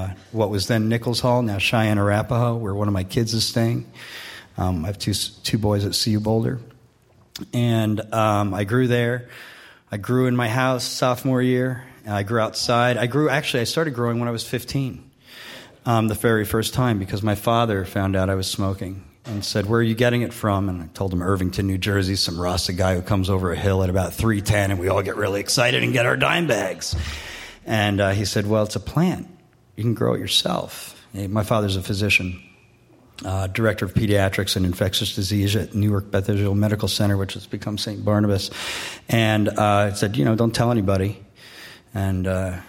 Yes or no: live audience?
yes